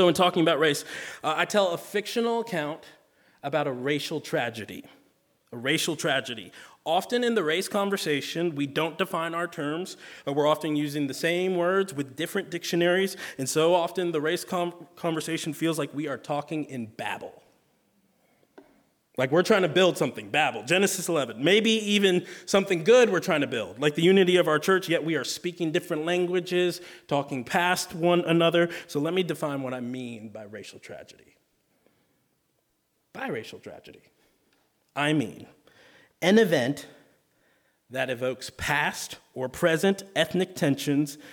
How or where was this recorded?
live audience